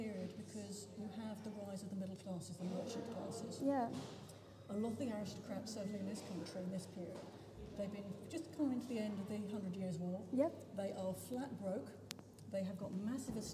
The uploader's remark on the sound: This podcast was recorded on-site with guests at the museum looking at the Tudor art.